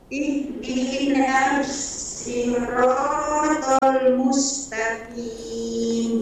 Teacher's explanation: Jadi sinnya turun ya, jangan dinaikkan, kemudian mengalir.